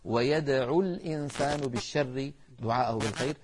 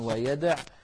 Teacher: الواو أيضا حذفت من بعض الأفعال في القرآن العظيم، تعلمون بأن الواو إن جاءت عين الفعل يعني الحرف الأخير من الفعل تثبت، يعني مثلا يدعو بوزن يفعل يدعو يفعل، لكن في بعض المواضع جاءت بعض الأفعال وبعدها ساكن كما أسلفت، فيحذف حرف المد وهو الواو في الوصل فكتبت كذلك على نية الوصل.